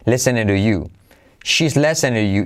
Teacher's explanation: She is listening to you she, letra clave ch, es, y como e, es, listening, todo es, listening to, la t se convierte en el suave, listening to, listening to, to se convierte en do